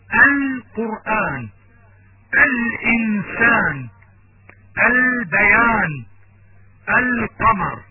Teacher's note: ونحن نجد أن اللام في أل التعريف قد ظهرت واضحة في الكلمات القرآن، الإنسان، البيان، القمر · Term: اللام القمرية